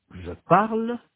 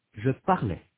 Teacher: Pour les personnes du singulier et la troisième personne du pluriel, nous avons le son « e » au présent et le son « est » à l'imparfait.